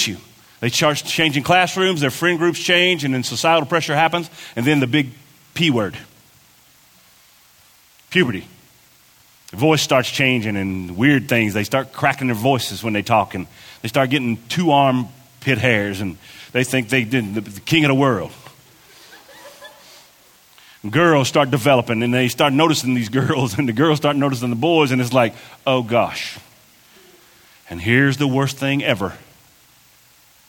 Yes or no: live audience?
yes